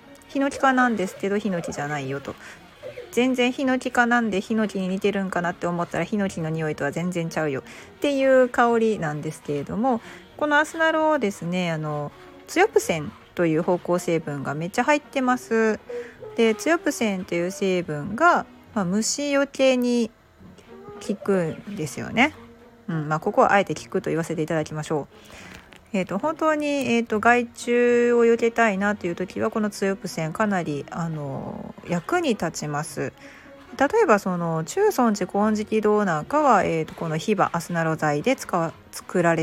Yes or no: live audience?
no